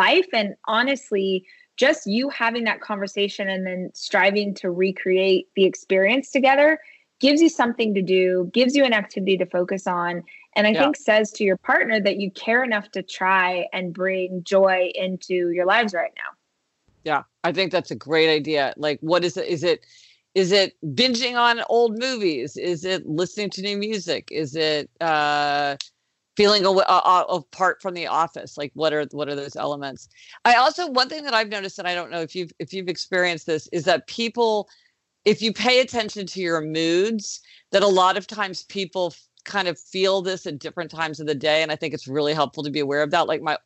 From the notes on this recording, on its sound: Connected over Skype.